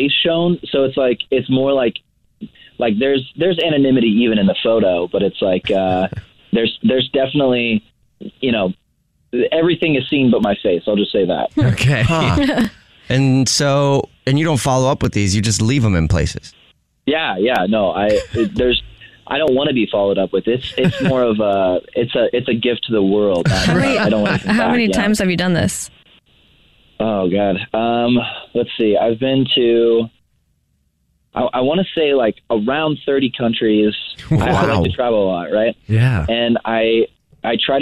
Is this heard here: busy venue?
no